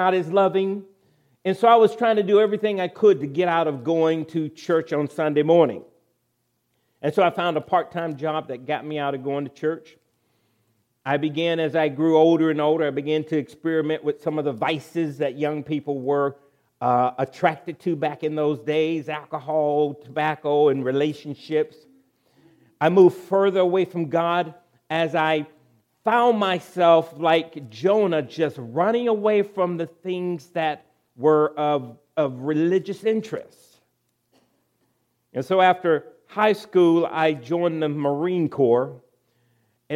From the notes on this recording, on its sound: recorded April 22, 2023, at Ringgold Seventh-day Adventist Church.